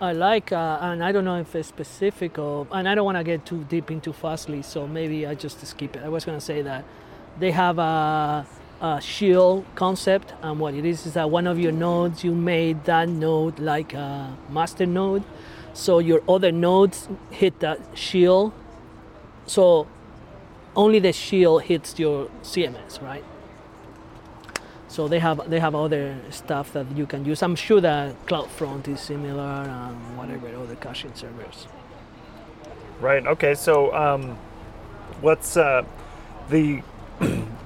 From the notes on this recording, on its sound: This week we do a pub interview. We recorded this outdoors at Steel Toes brewery in Saint Louis Park MN.